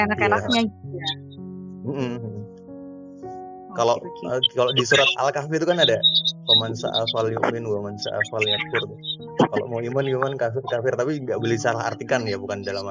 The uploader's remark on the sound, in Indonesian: Dilakukan di channel telegram dengan mengggunakan fitur live voice chat. Proses brandstorming di part 2 ini dilakukan di channel telegram dengan mengggunakan fitur live voice chat.